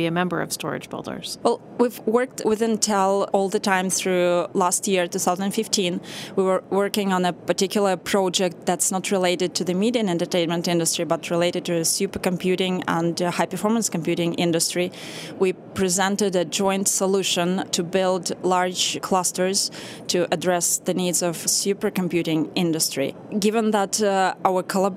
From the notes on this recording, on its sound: In this livecast from the National Association of Broadcasters conference in Las Vegas